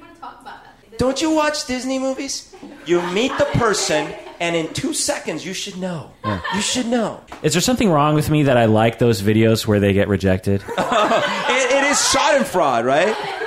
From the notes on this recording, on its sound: a live podcast for patrons